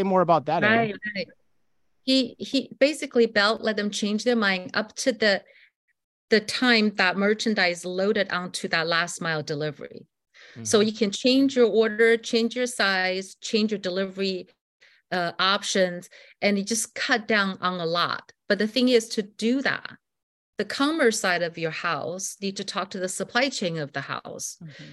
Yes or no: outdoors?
no